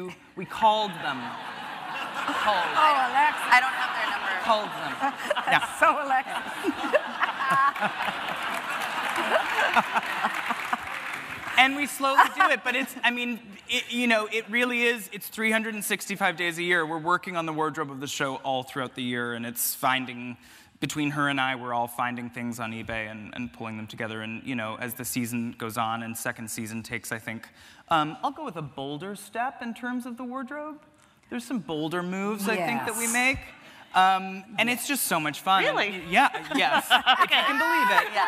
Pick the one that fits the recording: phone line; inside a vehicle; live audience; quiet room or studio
live audience